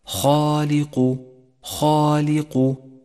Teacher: المثال الأول، اقرأ كلمة خالق خالق وانتقل ببراعة بين التفخيم والترقيق، فالخاء مفخمة والألف التي بعدها تتبعها في التفخيم، بينما حرف اللام حرف مرقق دائما وحرف القاف بعده حرف مفخم دائما